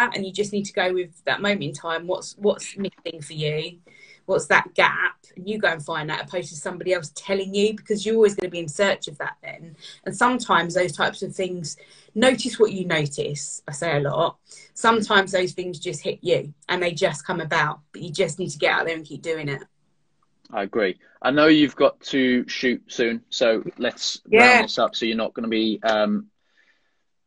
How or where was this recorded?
video call